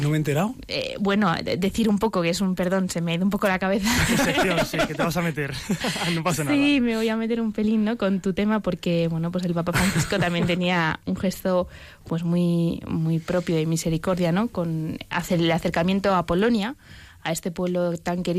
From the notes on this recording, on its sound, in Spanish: Con la participación por teléfono y twiter de nuestros oyentes.